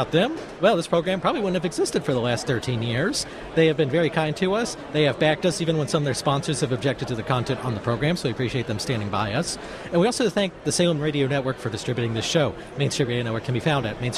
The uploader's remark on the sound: live from CPAC